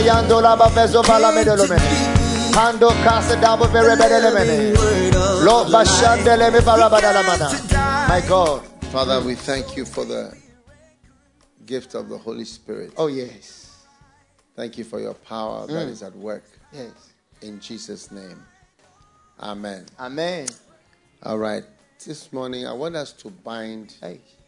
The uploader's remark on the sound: message preached at the FLOW Church